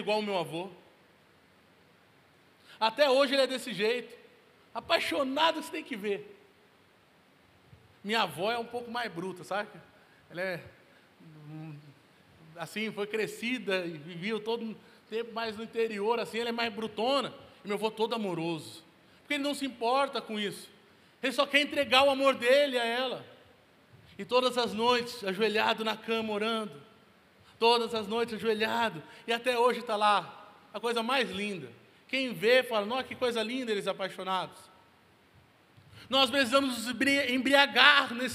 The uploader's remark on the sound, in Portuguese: Local gravação: Onda Dura Belo Horizonte